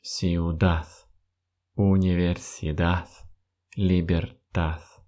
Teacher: если буква «D» стоит в конце слова, то в классическом испанском произношении она не будет звучать как русская буква «D». Она звучит как звук «С».